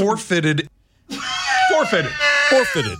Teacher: You are putting the emphasis on the four and not the fitted.